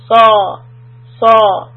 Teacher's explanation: Sod is heavy, raise the back of the tongue, but do not round the lips. Again, do not round the lips, just raise the back of the tongue.